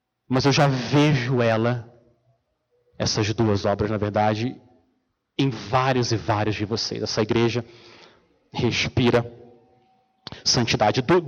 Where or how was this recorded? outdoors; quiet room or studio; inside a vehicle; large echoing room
large echoing room